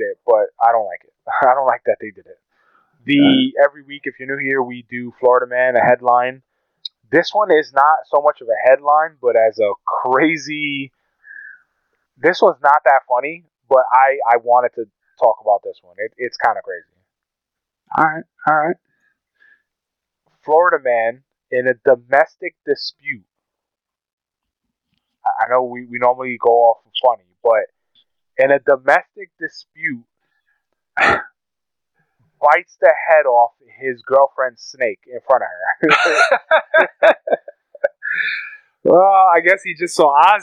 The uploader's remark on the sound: Excuse the audio its a tad muffled but we didn't want to waste this episode!